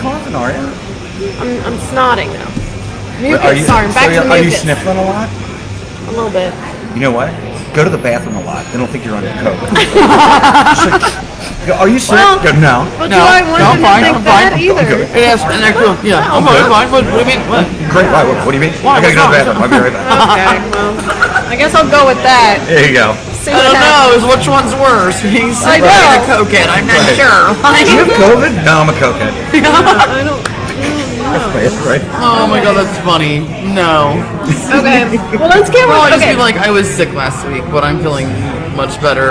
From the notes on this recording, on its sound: We are live at Zola's.